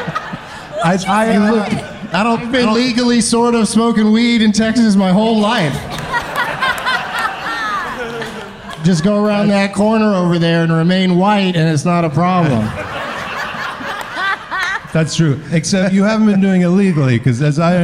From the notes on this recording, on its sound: Live from the Cap City Comedy Club in Austin